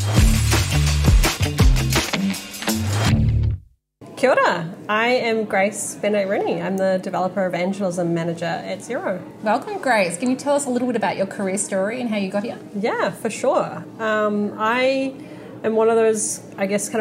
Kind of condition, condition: setting, live audience